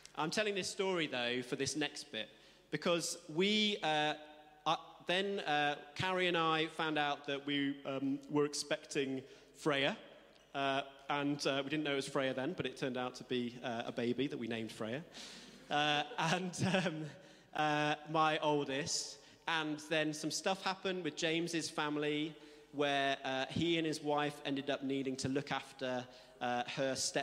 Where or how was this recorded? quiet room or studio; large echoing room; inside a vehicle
large echoing room